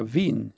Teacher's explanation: con una N quasi dentale e non nettamente nasale come quella milanese e francese